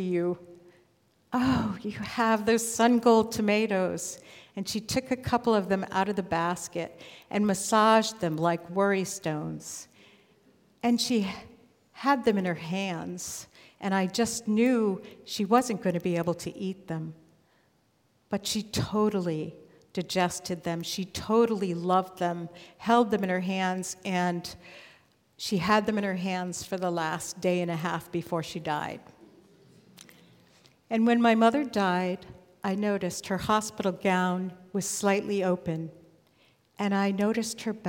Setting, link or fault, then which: setting, live audience